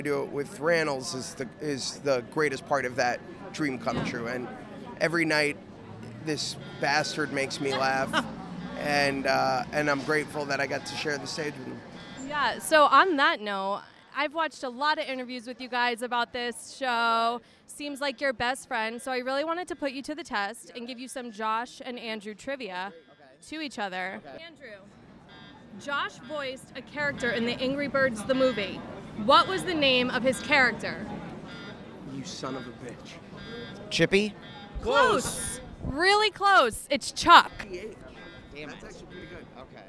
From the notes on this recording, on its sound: Is live on the red carpet of Gutenberg! Live from Gutenberg! The Musical! Red Carpet. Is live on the red carpet of Gutenberg!